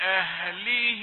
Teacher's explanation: الهاء الموقوف عليها لا تضيعها أعطيها نفسا يقوي نطقها لأنها حرف ضعيف يحتاج لأن يتقوى بالنفس.